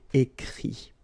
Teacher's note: even if you've got this final t, you don't pronounce it, so it goes like écrit, okay.